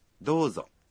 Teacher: Saat Anda mengatakan Dozo, Anda mengucapkan vokal O dalam Do satu ketuk lebih panjang.